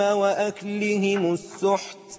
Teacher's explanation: الهمس ضعيف جدا في حال حركه الكاف والتاء، لكن في حال السكون بيبقى ابين واوضح